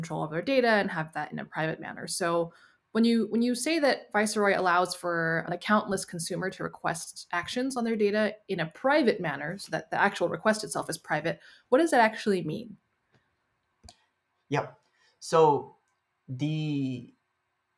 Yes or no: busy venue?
no